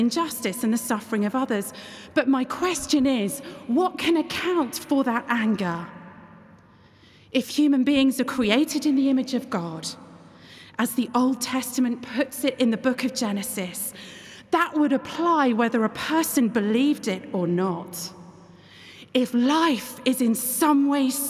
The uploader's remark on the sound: keynote address at the 2023 National Parliamentary Prayer Breakfast in Westminster Hall, London on Tuesday 27 June 2023